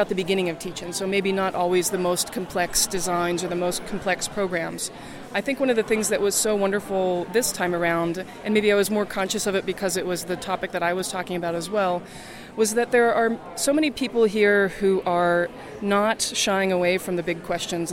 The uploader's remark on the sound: Live from day two of NCBDS 32. Special "live" conference podcasts from the 32nd National Conference on the Beginning Design Student (NCBDS) hosted by Cal Poly San Luis Obispo.